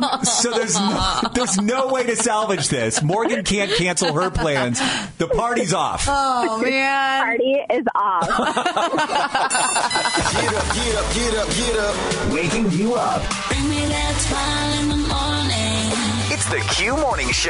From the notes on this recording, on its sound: called in this morning during the Cleveland Confessional!